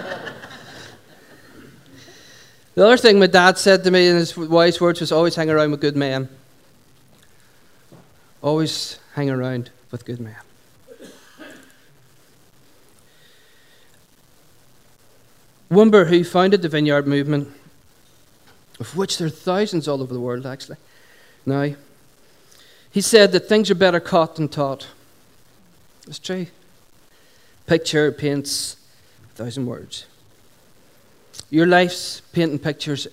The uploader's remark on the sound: Recorded at 11:00am on 19th July 2016 at our Sunday Celebration at Dungannon Integrated College.